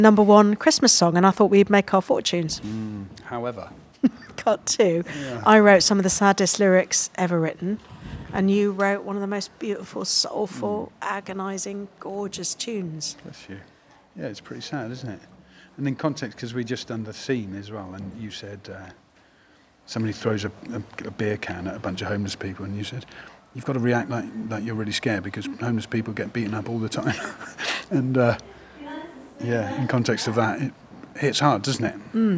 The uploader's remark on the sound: recorded mid-rehearsal at TLC